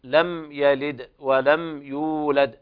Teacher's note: فالميم هنا حكمها السكون والإظهار الشفهي · هنا الميم ساكنة فيها غنة لكن لا تزاد عن أصلها